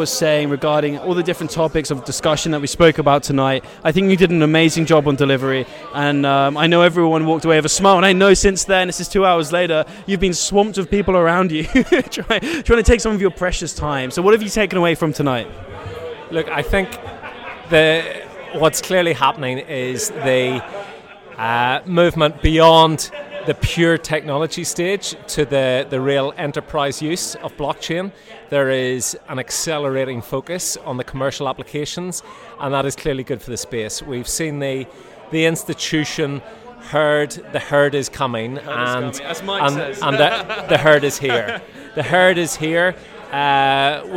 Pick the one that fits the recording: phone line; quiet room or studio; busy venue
busy venue